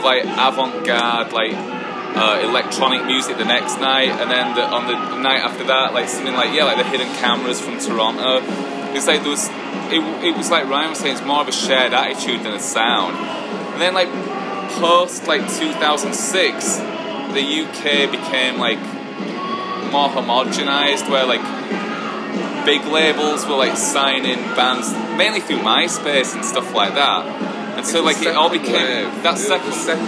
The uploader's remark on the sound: Live set beside us on the main stage. Just Like Heaven Fest '22.